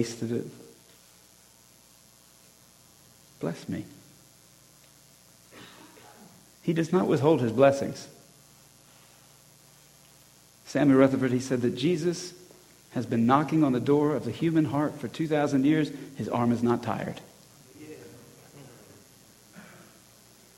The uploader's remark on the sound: Christian Men's Conference 2020 Talk 4